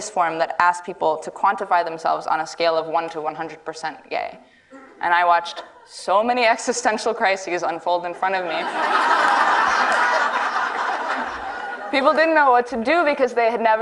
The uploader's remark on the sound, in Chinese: 录制于 TEDxWomen